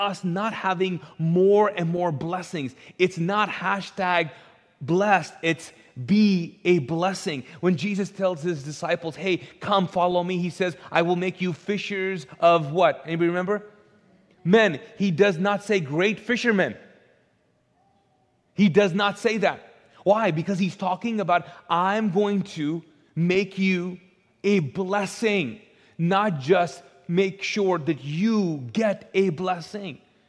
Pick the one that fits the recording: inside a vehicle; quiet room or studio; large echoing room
large echoing room